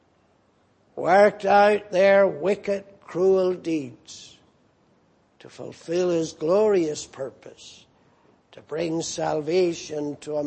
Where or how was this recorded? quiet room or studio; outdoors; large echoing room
large echoing room